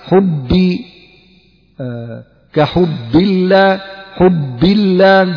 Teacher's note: الباء شديدة، يعني ينحبس الصوت عند النطق بها